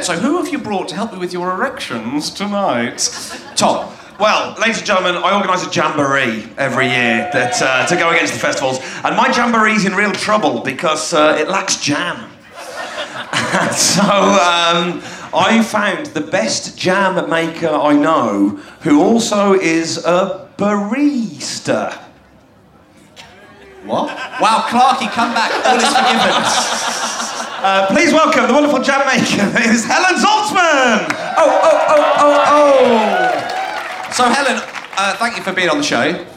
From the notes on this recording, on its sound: At Green Man festival for a fun episode recorded in a massive comedy tent at 1am on a Sunday morning!